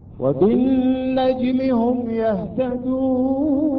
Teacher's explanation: هاي الواو باللون الثنائي، هاي حرف المد، وهنا النون أصبحت ساكنة بدل الفتحة تصبح عليها السكون، صار سبب للمد · Term: المد العارض